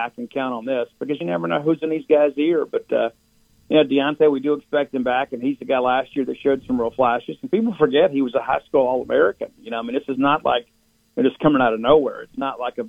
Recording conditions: phone line